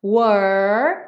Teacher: O R da língua enrolada